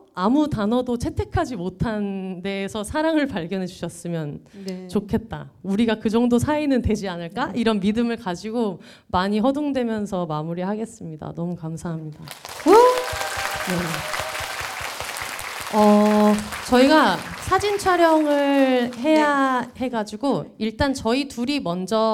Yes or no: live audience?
yes